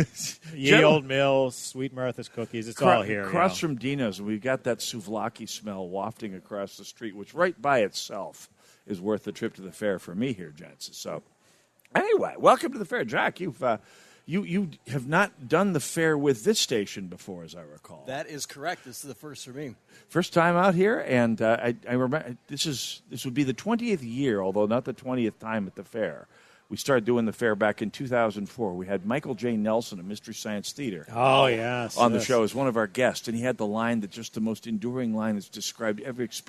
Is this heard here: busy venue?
yes